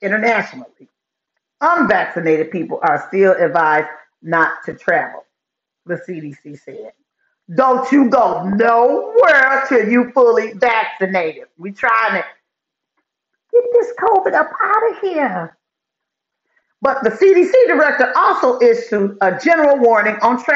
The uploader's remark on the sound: I spaced out and forgot to hook up the sound.